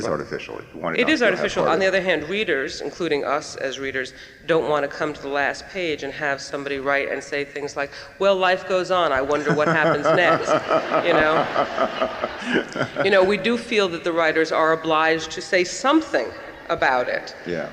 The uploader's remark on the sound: They seem to forget that there is an audience of more than 2,000 watching them